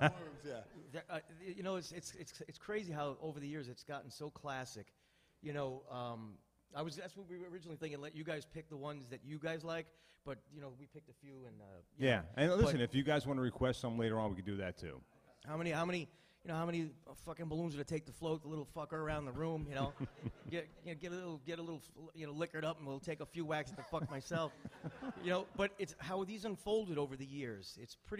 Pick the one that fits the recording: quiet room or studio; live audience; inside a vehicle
live audience